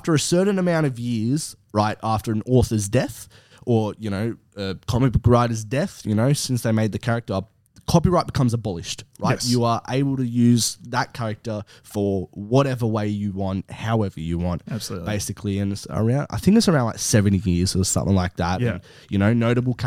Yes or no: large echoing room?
no